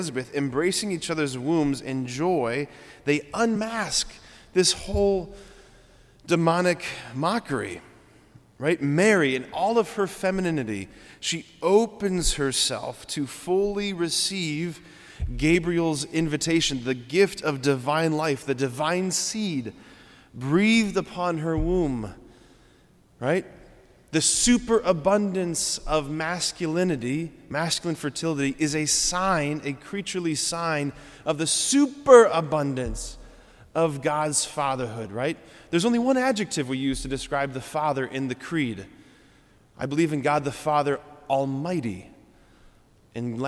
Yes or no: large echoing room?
yes